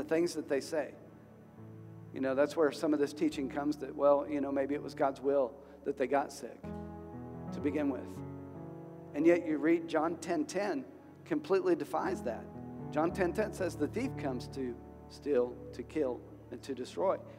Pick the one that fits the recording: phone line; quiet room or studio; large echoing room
large echoing room